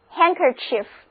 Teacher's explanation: 连在一起，前面的辅音就失去爆破，不发音，所以整个词就读作 handkerchief